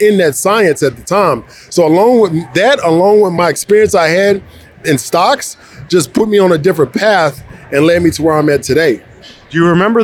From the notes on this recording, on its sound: Live from Invest Fest 2023. The Express is live and direct from Invest Fest 2023, the flagship event from Earn Your Leisure, as 20,000 attendees flock to Atlanta.